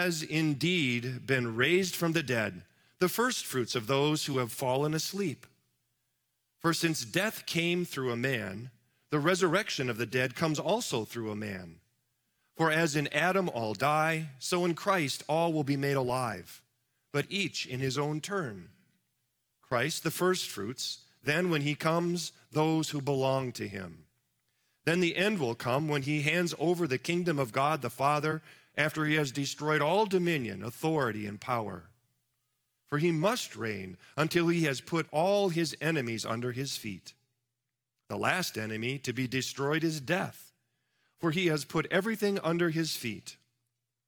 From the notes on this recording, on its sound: Live from our Celebration Ministry Center